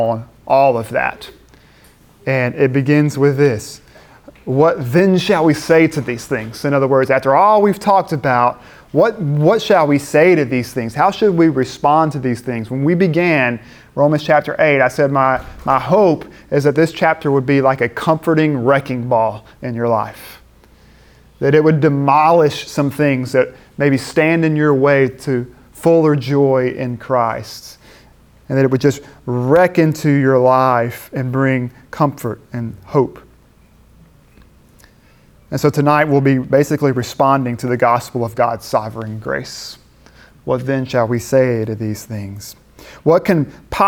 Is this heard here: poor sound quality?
no